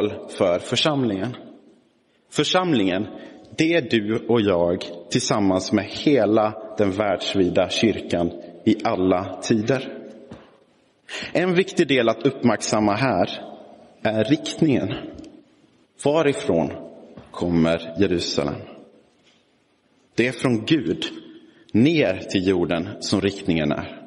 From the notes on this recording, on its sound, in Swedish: Inspelad i Roseniuskyrkan den 20 november 2022